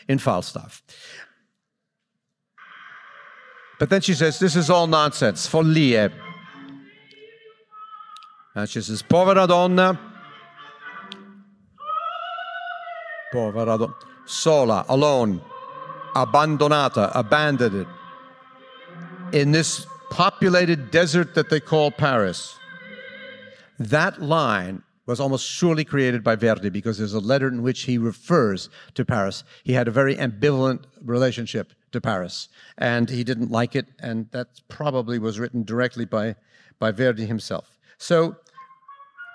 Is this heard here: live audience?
yes